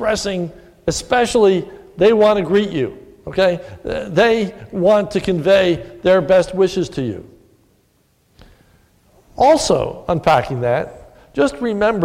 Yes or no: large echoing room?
yes